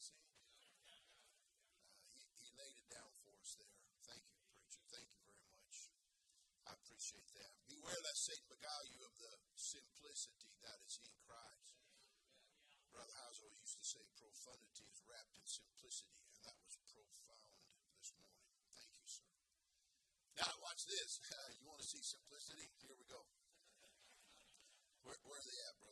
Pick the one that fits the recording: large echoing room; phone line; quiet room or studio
large echoing room